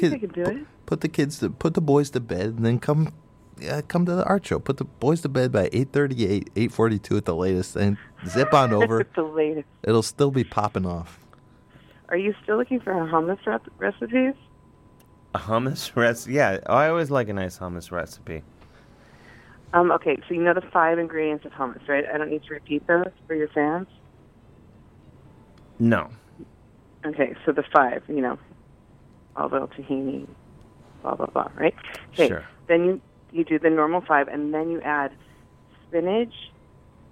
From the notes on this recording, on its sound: Is all alone in the studio. To studio A for good times! Talks on the phone and whatnot.